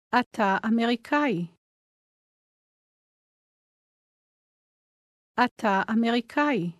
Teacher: Did you notice how the two words run together? The ah sound at the end of אתה blends into אמריקאי.